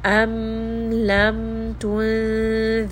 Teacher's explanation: So you can hear I'm just resting on this mim. · Term: idhar